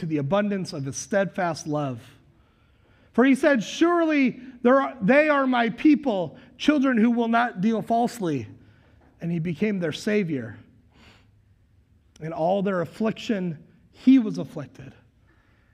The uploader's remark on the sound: Recorded live at Word of Life Church in Le Sueur, Minnesota on January 2nd, 2022